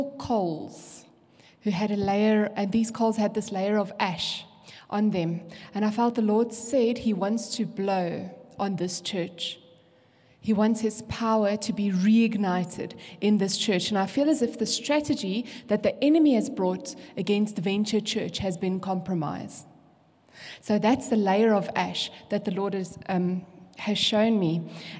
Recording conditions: large echoing room